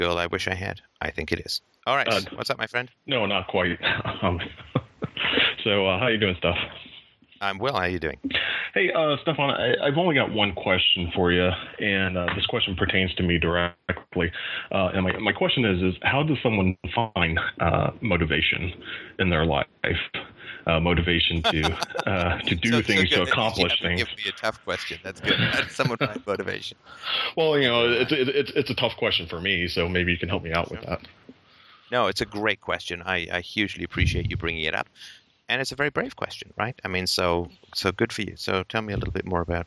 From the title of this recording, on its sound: Saturday Call In Show